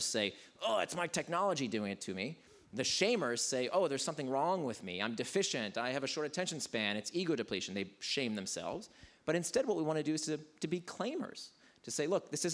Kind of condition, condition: setting, busy venue